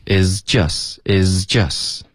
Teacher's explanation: 这个 is 的 z 需要再清楚一点 · Term: z 的音